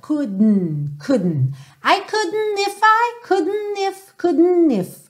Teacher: eu ponho a língua no céu da boca para fazer o D e já puxo pro N direto